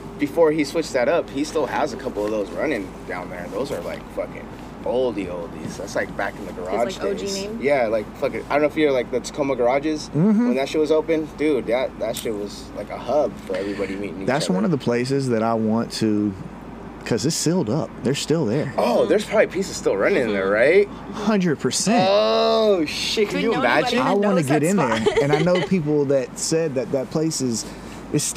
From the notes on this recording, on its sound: Sorry for the wind but that view though.